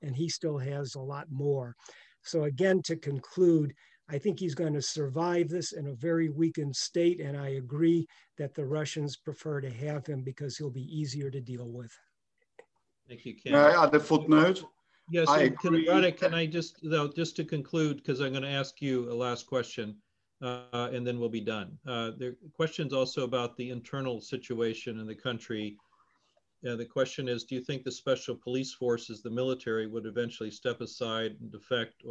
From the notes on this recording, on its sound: The Wilson Center’s Canada Institute, Global Europe Program, and Kennan Institute invite you to this virtual panel with leading authorities.